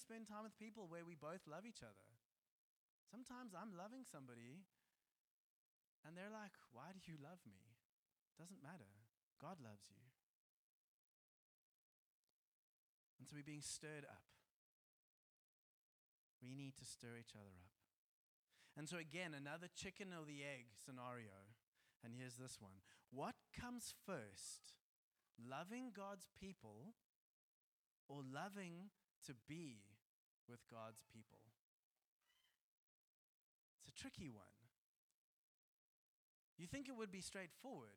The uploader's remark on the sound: Joshua Generation Church Milnerton congregation